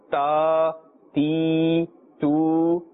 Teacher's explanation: they must be pronounced by elongating or pulling the sound equal to one alif. Exactly the same like the letters of madda. · Term: vertical harakat